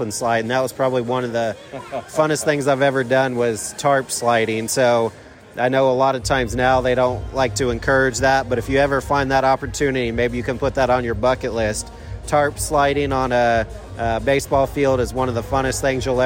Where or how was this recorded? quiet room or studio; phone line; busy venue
busy venue